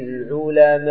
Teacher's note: هو واجب متصل، ما يخرج عن كونه واجبا متصلا، ثم بعد ذلك تعرضه للسكون، لأن الهمزة هنا سكناها، فإذا سكناها دخل لنا مد آخر وهو ماذا؟ العارض للسكون، والعارض للسكون أكثر ما يمد إلى ست حركات.